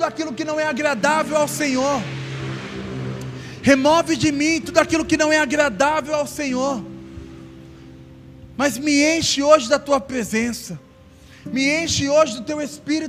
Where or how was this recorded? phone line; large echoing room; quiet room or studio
large echoing room